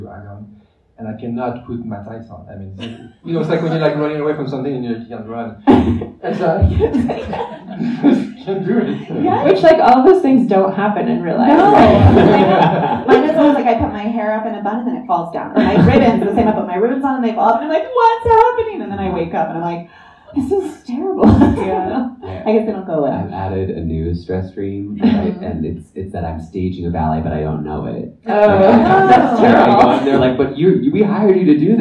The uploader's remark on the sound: LIVE from the Vail Dance Festival